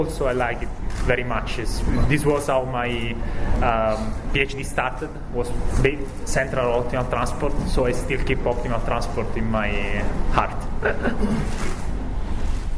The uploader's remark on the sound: Recorded in Rio the day after the prizes were awarded. Hear what they had to say at a press conference.